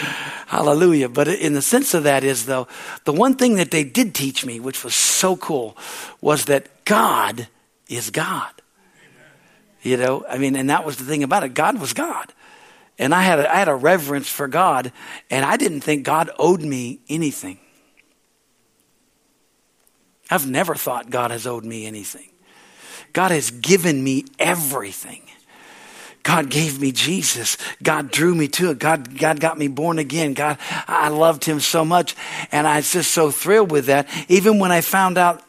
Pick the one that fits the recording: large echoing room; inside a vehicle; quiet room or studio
large echoing room